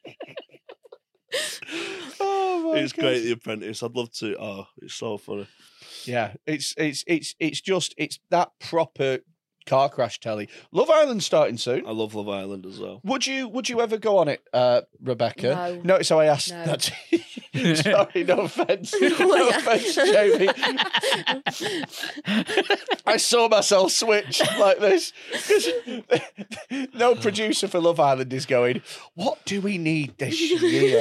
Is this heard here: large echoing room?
no